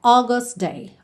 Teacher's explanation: August, que a gente tem A-U, mas o som é O